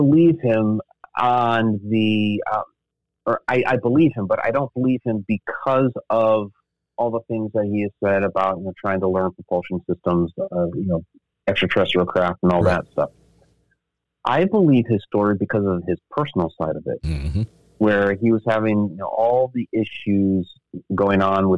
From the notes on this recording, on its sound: we had to resort to the good old phone call to continue